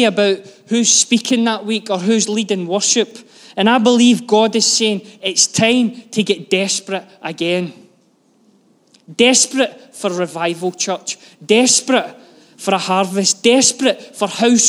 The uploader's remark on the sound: Live from our Sunday gathering on 05/03/23